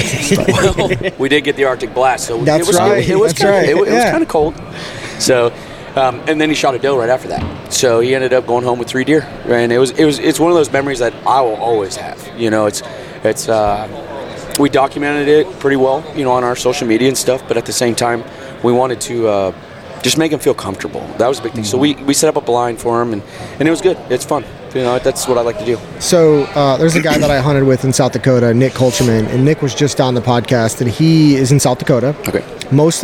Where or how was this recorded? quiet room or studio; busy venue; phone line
busy venue